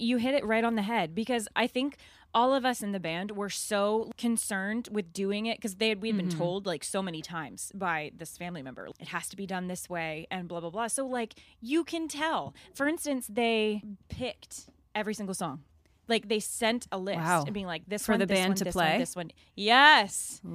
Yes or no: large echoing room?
no